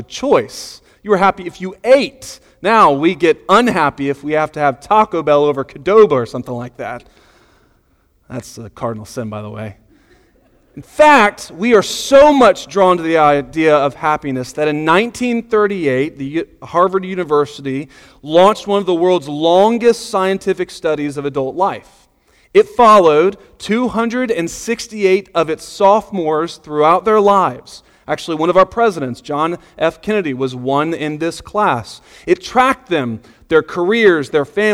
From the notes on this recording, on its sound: Sunday Morning Sermon Audio